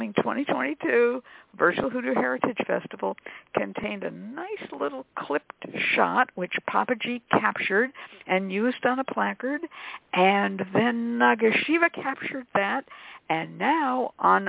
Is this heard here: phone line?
yes